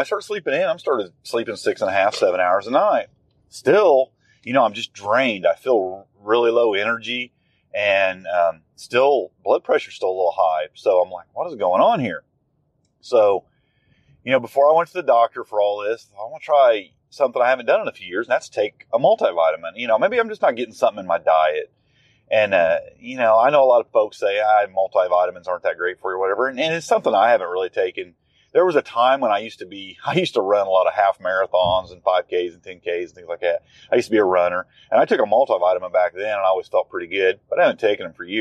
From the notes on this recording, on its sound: Just Chewin’ The Fat While Driving.